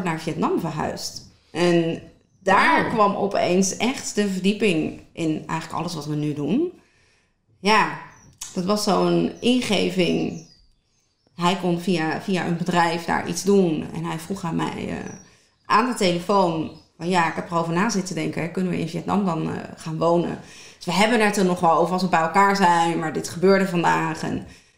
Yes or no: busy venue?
no